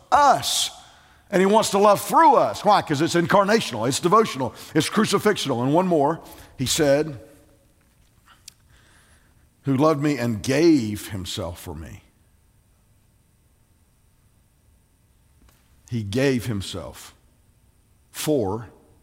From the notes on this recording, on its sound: preached the morning sermon at Tabernacle on Sunday, November 15, 2020.